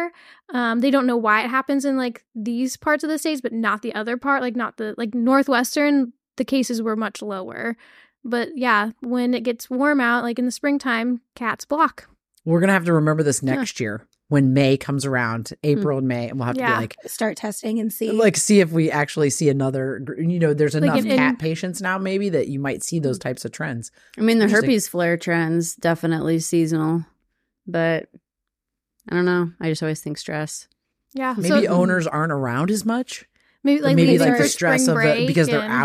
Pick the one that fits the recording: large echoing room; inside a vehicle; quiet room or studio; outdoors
quiet room or studio